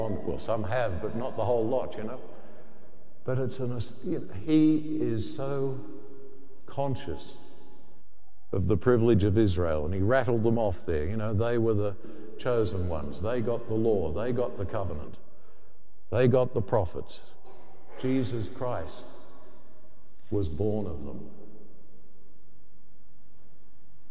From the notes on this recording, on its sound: The homily from Sacred Heart Cathedral, Hamilton